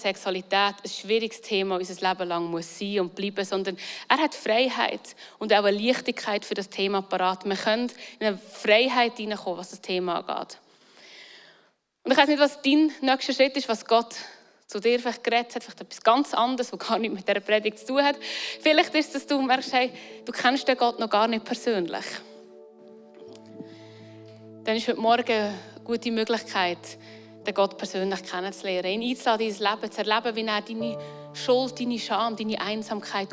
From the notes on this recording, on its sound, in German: Eine Predigt aus dem Christlichen Zentrum Zollhaus in Luzern.